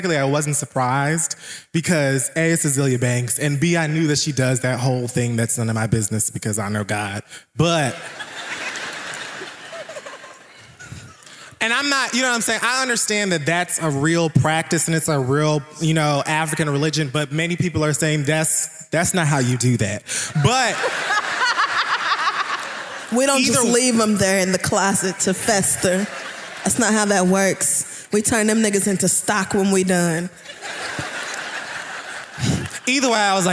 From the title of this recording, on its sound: The Read Live! Washington D.C.